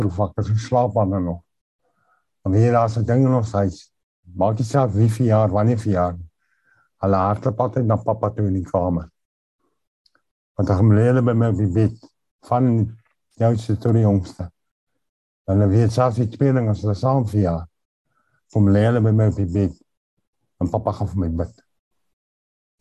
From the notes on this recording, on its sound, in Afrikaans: Zoom Byeenkoms 7 April 2022. Manne van die Woord Zoom Byeenkoms.